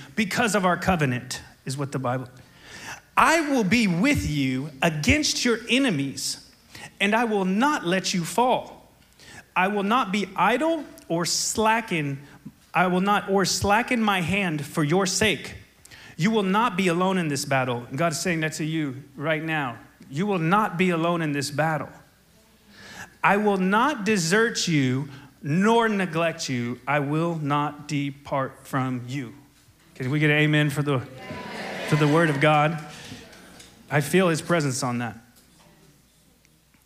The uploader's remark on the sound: SOZO Church, Belfair Washington